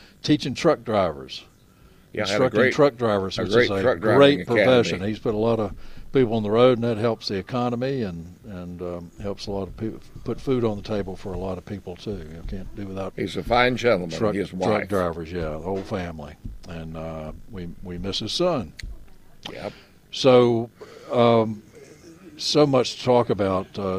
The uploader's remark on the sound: broadcasting live from Bell’s Carpet & Floors